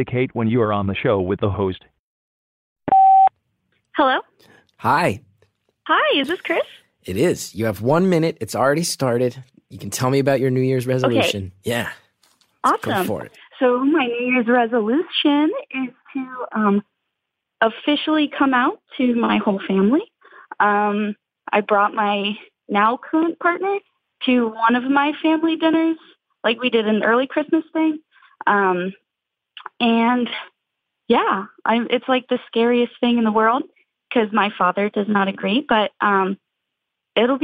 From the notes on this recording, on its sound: Beautiful Anonymous fans called in for a series of brief one minute calls